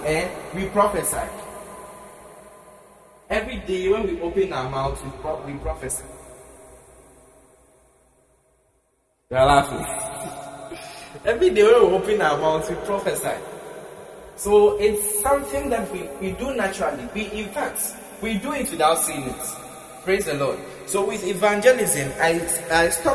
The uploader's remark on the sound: Preached at the Prophetic Encounter Service, Accra, Ghana.